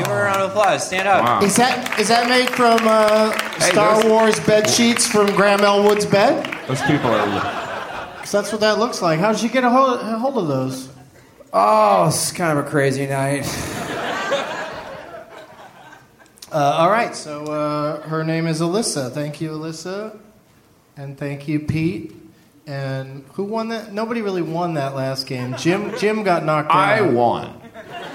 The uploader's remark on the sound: Live from the Gramercy Theatre in NYC